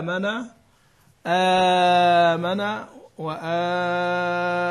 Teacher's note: زاد فيه التوسط والإشباع لأن القراء يقصرونه · Term: البدل